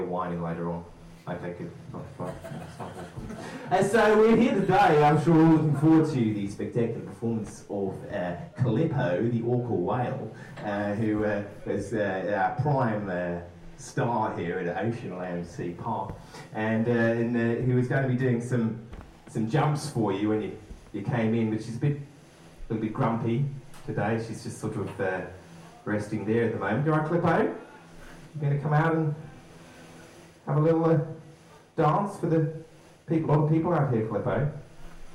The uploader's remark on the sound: More live stand-up. The recording was too fuzzy! With apologies for sound quality in general. Dead Frogs Society is a comedy night running last Wednesday of the month (not August) at the Thunderbolt on Bath Road, Totterdown, Bristol.